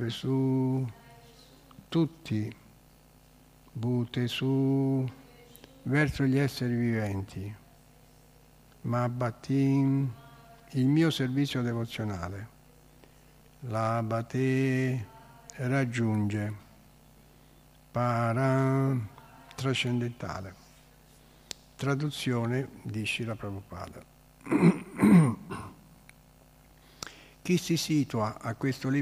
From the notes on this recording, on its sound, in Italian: "Lezione del sabato mattina sugli insegnamenti della Sri Caitanya Caritamrita" in diretta dal Tempio di Villa Vrindavana.